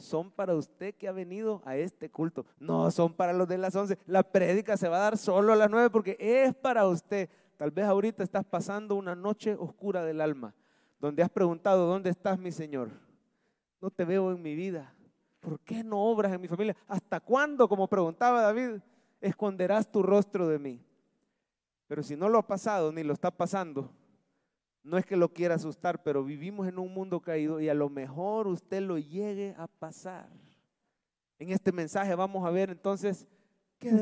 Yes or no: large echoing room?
yes